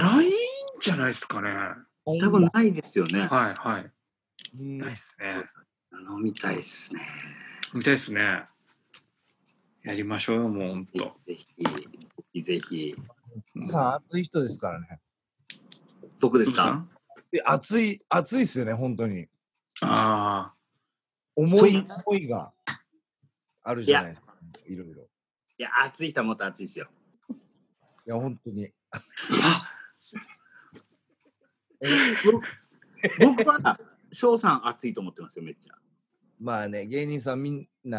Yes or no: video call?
yes